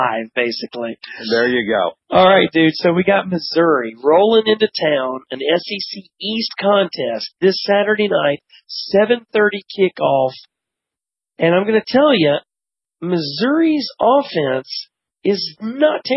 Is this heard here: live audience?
no